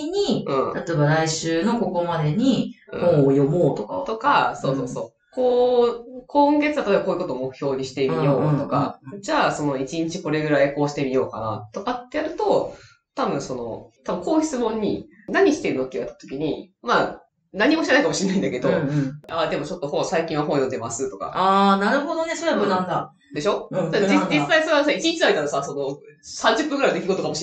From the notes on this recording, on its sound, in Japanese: 11月～今回の収録まで音質が非常に悪いです！すみません！なぜか音質が悪い・・・。